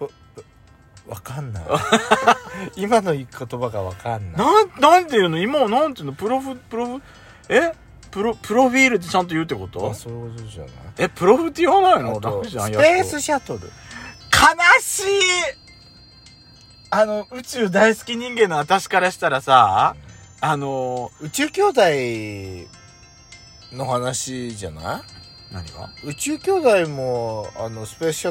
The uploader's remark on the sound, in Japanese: 23/7/10収録。2人組。パーキング収録。